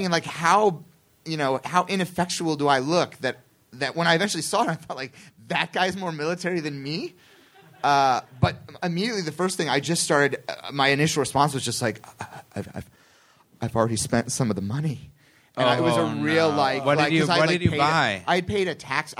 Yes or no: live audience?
yes